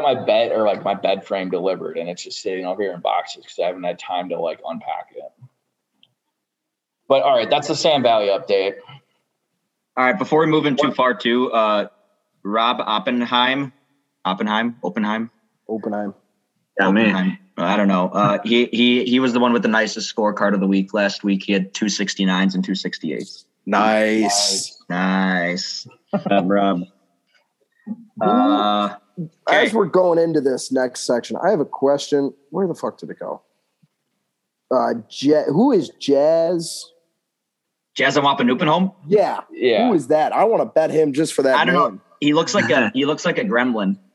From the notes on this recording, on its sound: Zoom week with the boys scattered about.